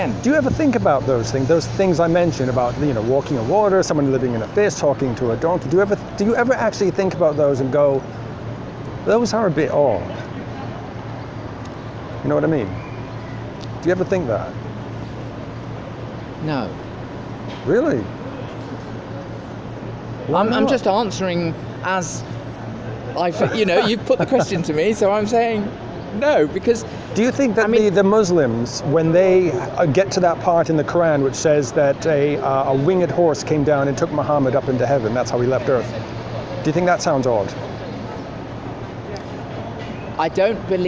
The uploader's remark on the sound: London, England. On the streets of London.